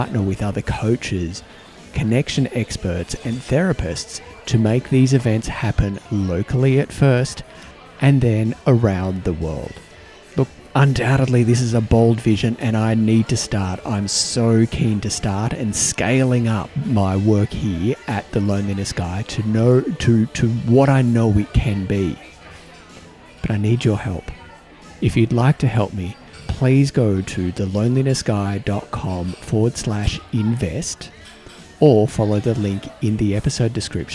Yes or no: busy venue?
yes